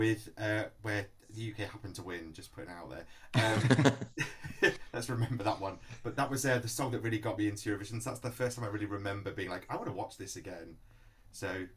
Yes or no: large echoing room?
no